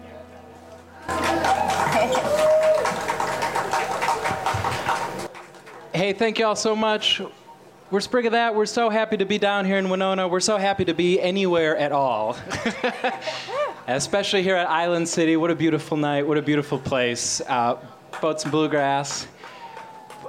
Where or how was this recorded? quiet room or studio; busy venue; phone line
busy venue